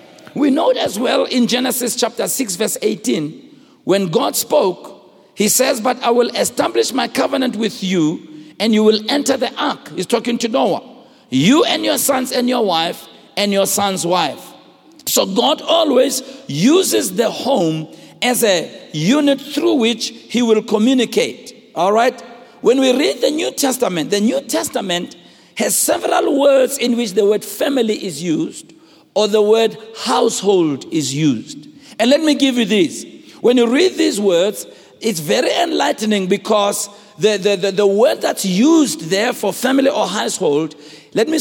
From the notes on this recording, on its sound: preached at Grace Bible Church Pimville on the 05th of November 2017